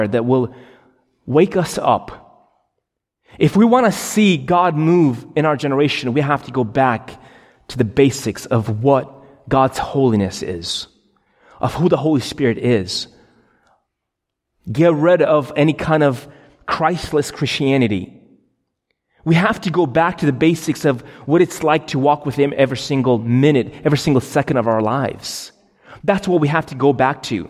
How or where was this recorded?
large echoing room